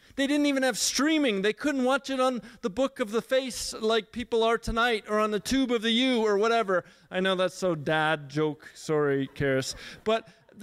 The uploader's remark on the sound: at our December 5 Resurgence Edmonton Gathering